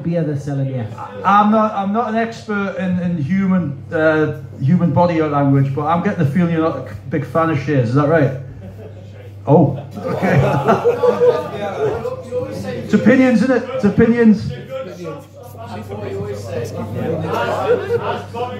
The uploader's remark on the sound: at Tynemouth Surf Cafe